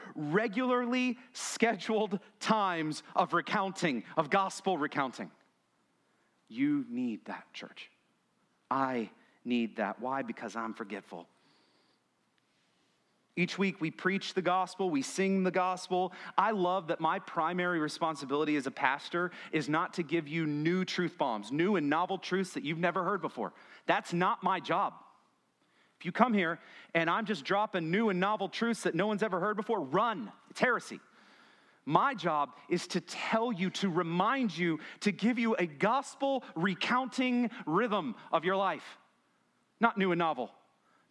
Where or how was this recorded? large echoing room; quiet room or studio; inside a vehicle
large echoing room